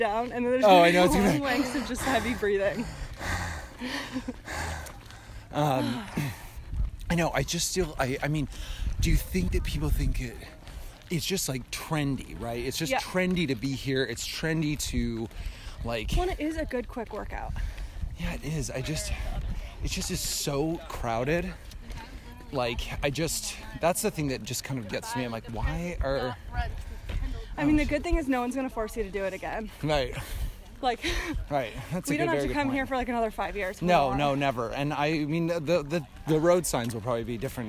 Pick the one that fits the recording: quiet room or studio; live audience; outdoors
outdoors